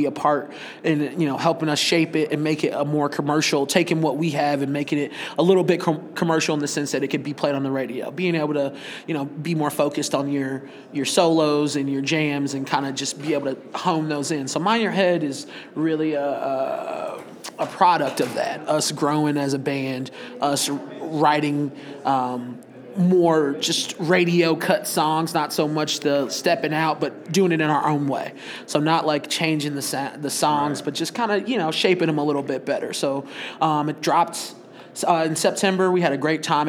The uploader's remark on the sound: Recorded at SXSW 2016